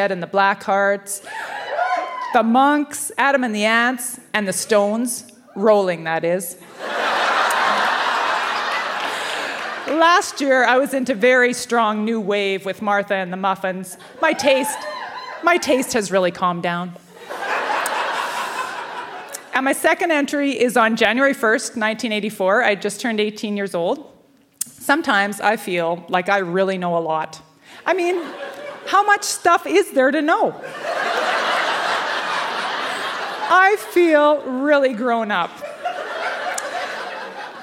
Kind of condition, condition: setting, live audience